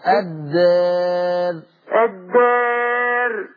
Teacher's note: الالف بتاعت الدار مقللة